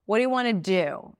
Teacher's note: So in this case, want is not stressed. The do is stressed. We turn it into wanna.